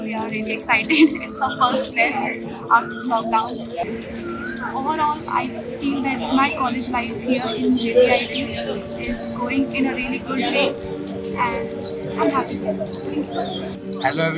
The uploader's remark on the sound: JBIT Farewell 2022 Celebration audio.